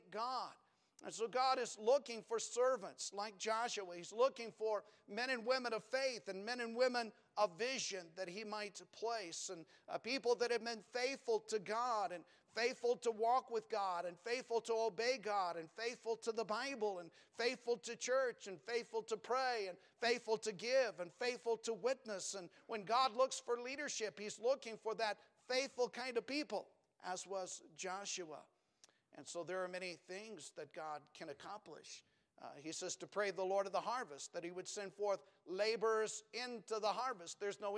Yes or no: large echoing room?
yes